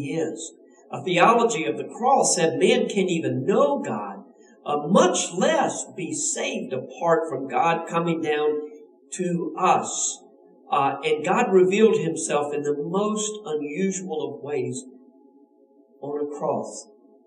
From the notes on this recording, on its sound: We apologize for the sound quality due to technical difficulties.